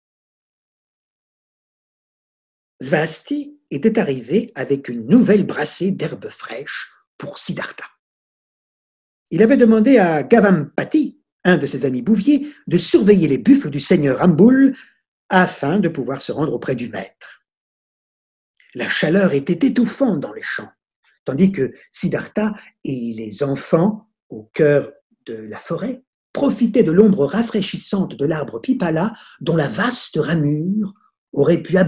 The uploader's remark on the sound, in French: Sessions en direct de 2020 par téléconférences.